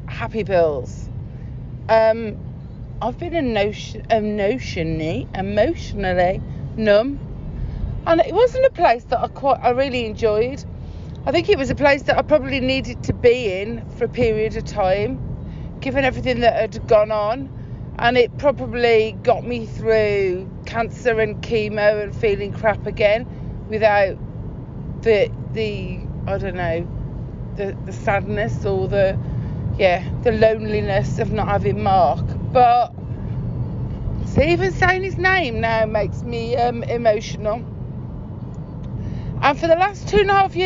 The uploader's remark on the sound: This is a very raw podcast - it's something i recorded (safely) during a car journey.